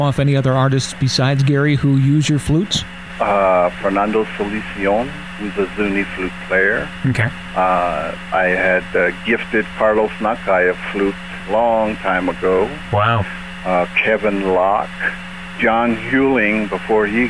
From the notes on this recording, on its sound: Ran into some serious problems with the audio quality of the phone interview in this episode